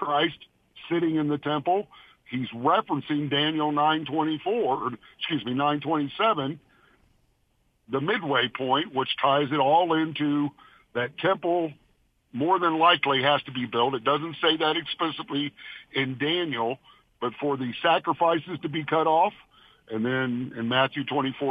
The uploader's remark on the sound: Open Phone Friday